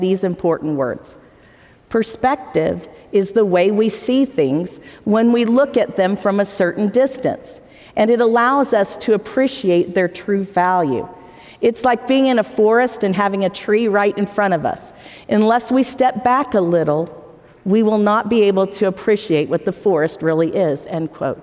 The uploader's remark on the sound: we'll bring you live devotionals and forum addresses from the BYU campus